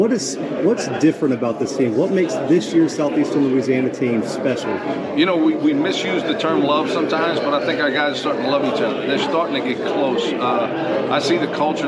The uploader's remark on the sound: The Bluebloods are live from Southland Media Day in Lake Charles, LA.